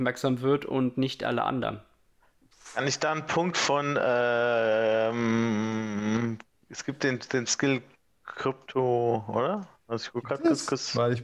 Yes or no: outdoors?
no